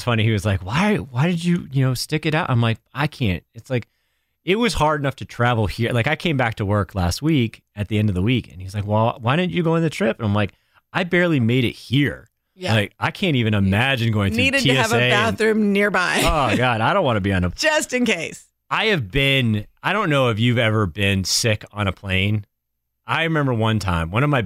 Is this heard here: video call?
no